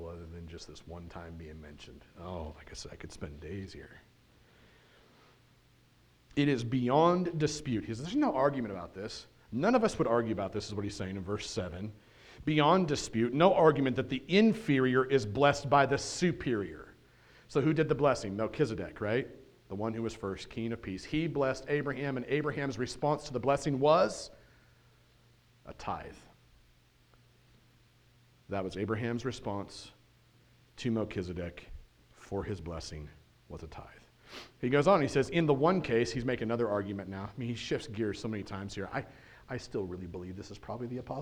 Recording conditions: large echoing room